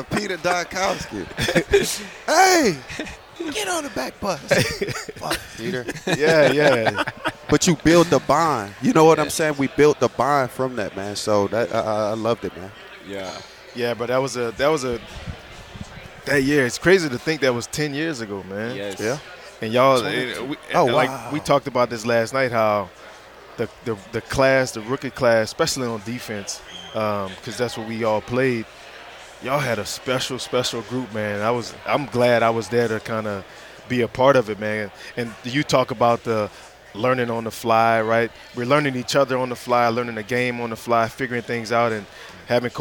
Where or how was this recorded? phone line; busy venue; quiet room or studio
busy venue